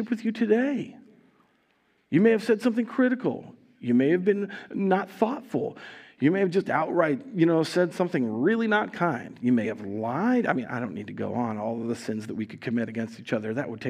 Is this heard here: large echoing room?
yes